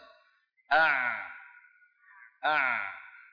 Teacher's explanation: العين لا هي مثل أط منقفلة تماما ولا هي مثل أز قابلة للتطويل جدا، يجري الصوت معها قليلا ثم يقف